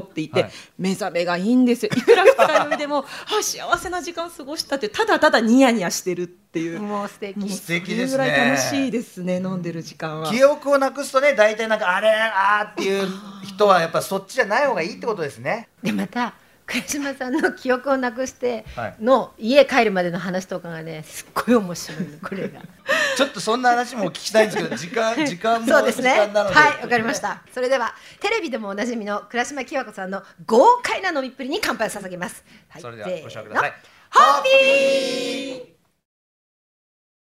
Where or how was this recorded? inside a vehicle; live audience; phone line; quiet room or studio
live audience